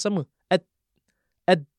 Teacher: Kalau dal Arab dia kena gigi sikit.